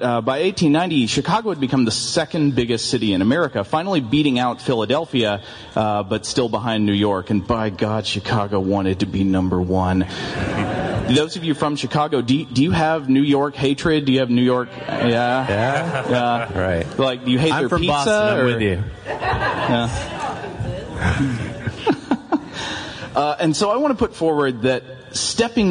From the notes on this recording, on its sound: live C2E2 2017 discussion